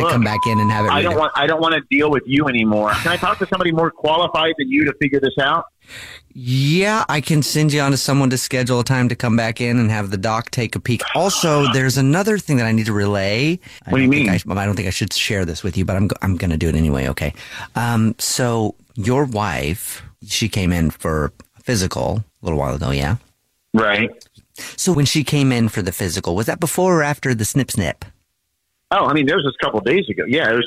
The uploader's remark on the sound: a friend or family member to wake up with The Jubal Show, phone prank style